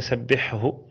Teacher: الحاء لا يدغم في الهاء بل يظهر